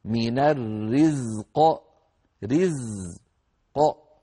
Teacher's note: القاف تخرج أيضا مستعلية مفخمة مقلقلة قلقلة كبرى لأنه موقوف عليها